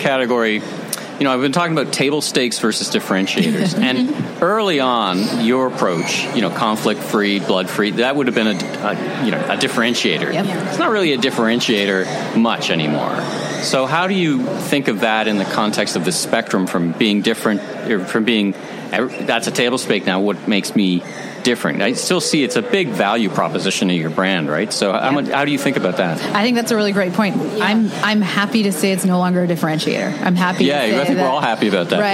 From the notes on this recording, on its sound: Recorded live in person at the 2022 CommerceNext Ecommerce Growth Show. In New York City.